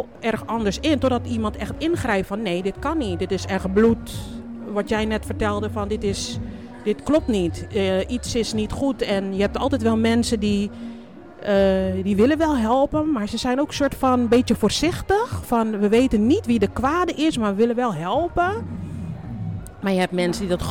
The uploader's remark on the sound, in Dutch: Mediateam Against Violence heeft een podcast opgenomen bij het Dance Festival.